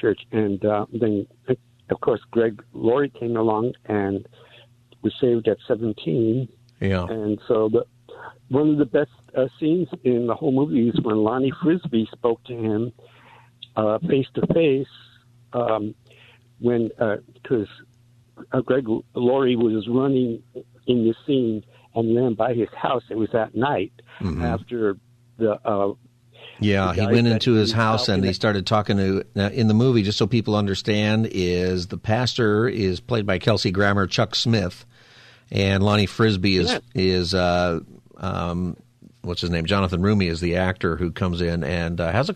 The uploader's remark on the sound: Callers also call in to share what is on their mind on this open phone Friday.